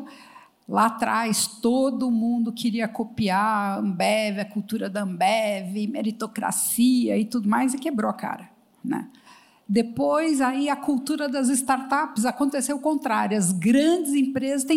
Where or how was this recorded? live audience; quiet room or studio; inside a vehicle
live audience